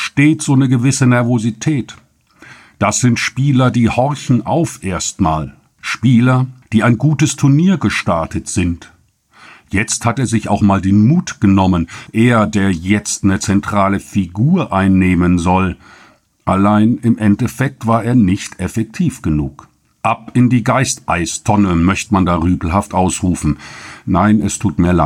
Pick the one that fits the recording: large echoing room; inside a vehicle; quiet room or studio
quiet room or studio